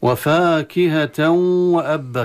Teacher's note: التقاء التنوين مع الواو إدغام بالغنة